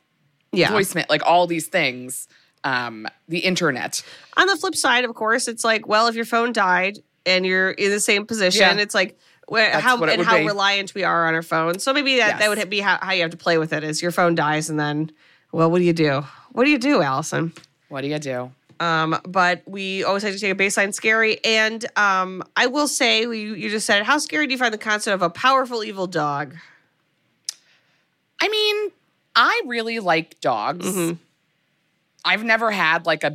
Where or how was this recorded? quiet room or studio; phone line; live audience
quiet room or studio